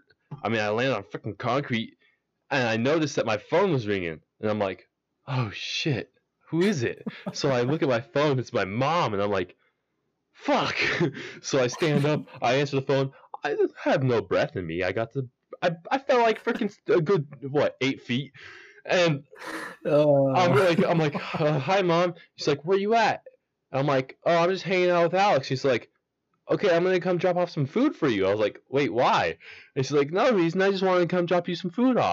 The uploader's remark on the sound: Sorry for some of the mic quality we are working on getting it fixed.